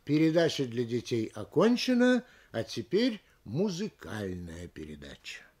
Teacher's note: А ударение по смыслу должно быть не на последнем слове, а на слове «музыкальное». Слово же «передача» должно примкнуть к этому ударному слову, оно в данном случае безударно. · Term: Понижение